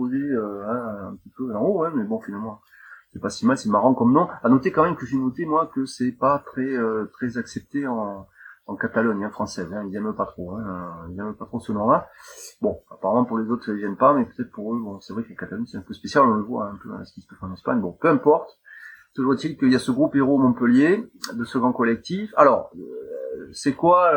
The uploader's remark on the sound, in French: la prise de son souffrait d’un bruit de fond et de problèmes de niveaux